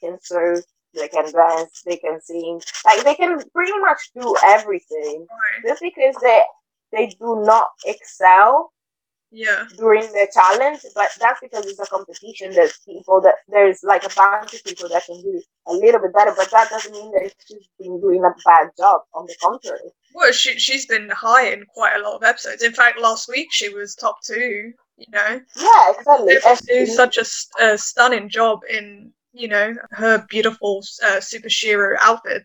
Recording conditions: poor sound quality